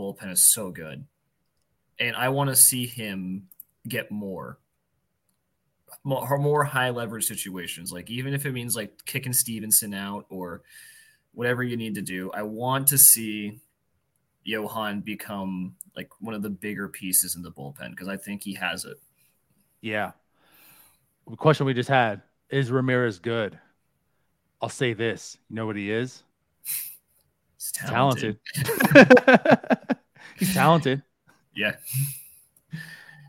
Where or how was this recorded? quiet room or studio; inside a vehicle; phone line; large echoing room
quiet room or studio